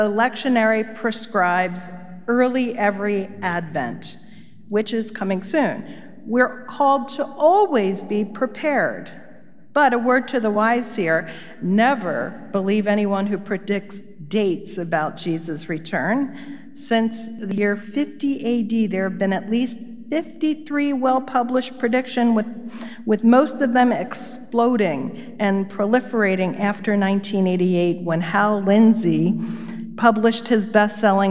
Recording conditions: large echoing room